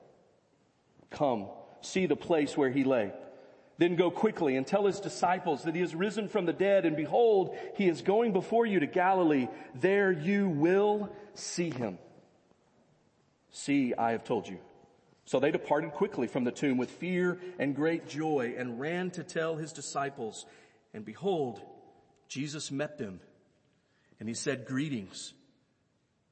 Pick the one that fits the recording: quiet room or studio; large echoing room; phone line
large echoing room